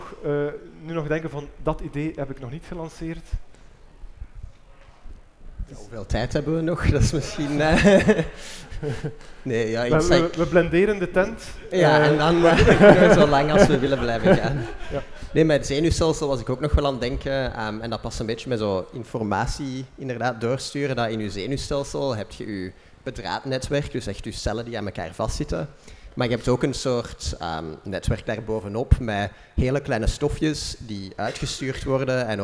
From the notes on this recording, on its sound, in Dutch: Dat was de vraag tijdens een panelgesprek van Eos Wetenschap op het Nerdland Festival.